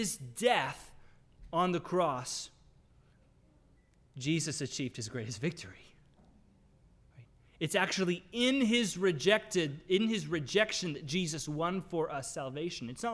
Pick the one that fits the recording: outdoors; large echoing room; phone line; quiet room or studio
large echoing room